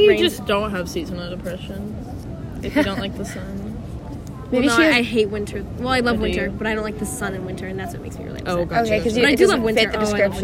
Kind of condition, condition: fault, sounds in the background